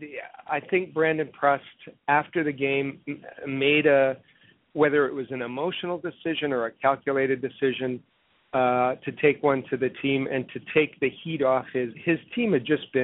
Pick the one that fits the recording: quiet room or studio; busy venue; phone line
phone line